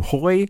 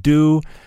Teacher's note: it sounds like hey will become hoi, and the ZH sound, like ju, will sound like do